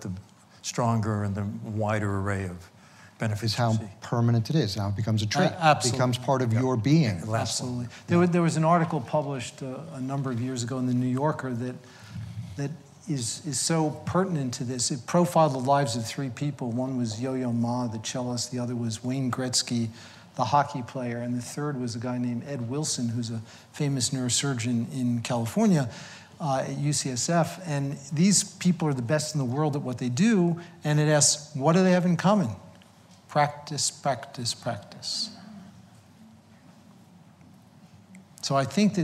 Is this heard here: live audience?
yes